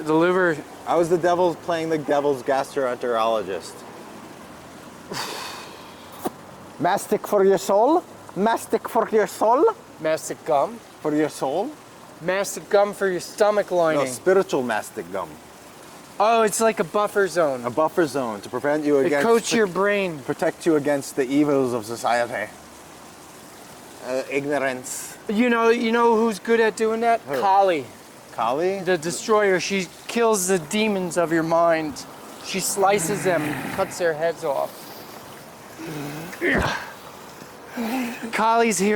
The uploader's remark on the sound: recorded this on Tour in Fredericton in front of their City Hall